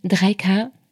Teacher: Dein Herz schlägt bis in die Ohren und dein Kehlkopf, der zieht sich zusammen. Und die Zahl, die du eigentlich souverän in den Raum stellen wolltest, rutscht dir als Fragezeichen raus.